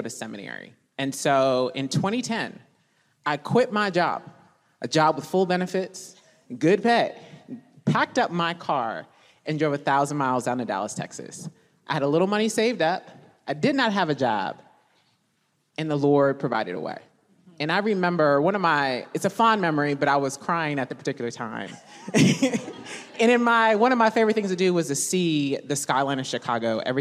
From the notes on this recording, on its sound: It is actually a LIVE recording of a conversation. At The Gospel Coalition Women’s conference.